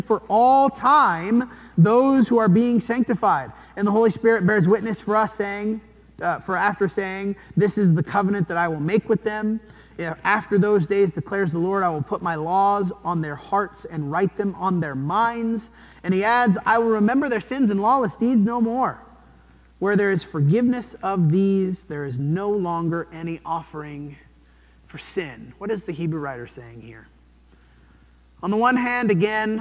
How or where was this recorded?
large echoing room